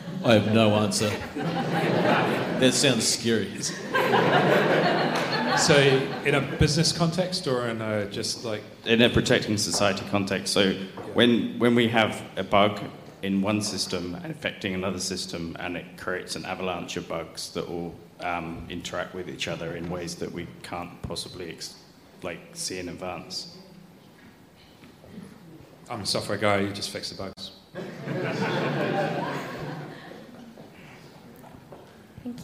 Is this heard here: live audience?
yes